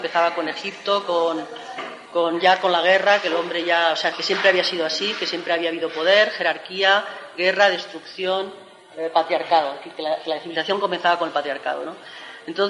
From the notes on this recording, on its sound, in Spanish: realizado en las Jornadas "mayo del 68-98: Vigencia del Pensamiento Libertario", realizadas en Bogotá